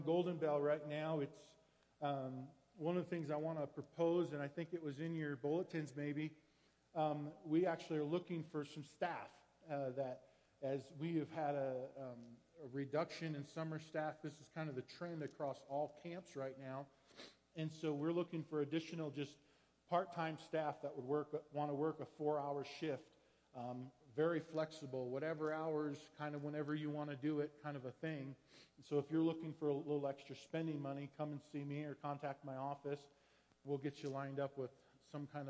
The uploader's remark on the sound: Woodland Life Church Live